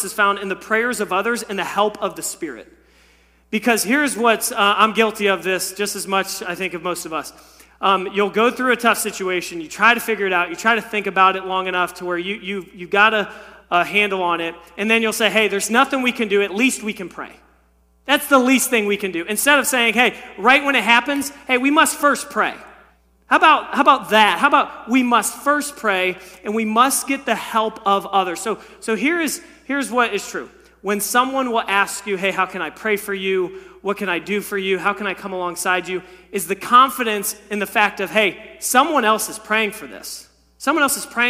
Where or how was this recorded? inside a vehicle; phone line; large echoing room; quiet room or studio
large echoing room